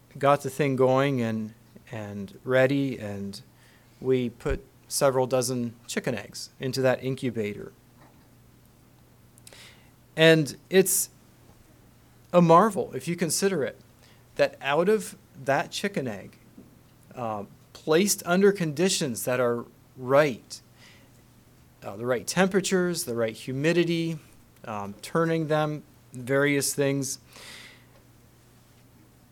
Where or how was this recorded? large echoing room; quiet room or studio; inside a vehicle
large echoing room